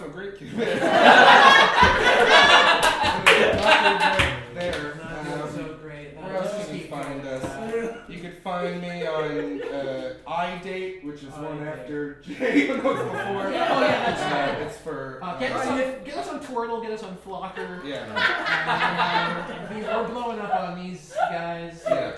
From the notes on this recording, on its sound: the first ever live show